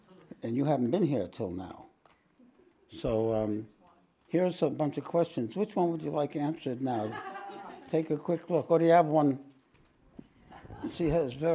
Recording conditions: live audience